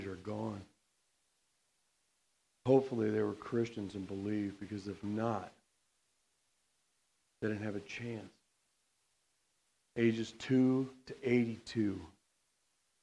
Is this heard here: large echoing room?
yes